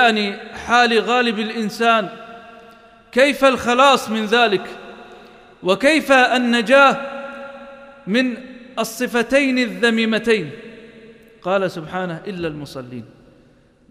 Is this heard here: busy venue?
no